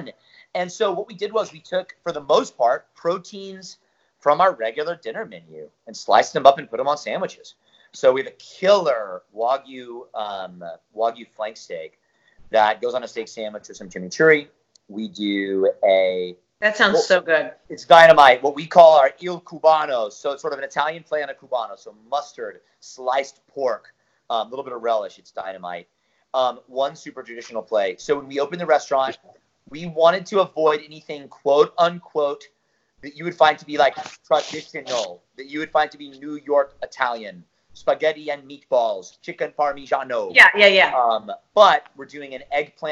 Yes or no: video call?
yes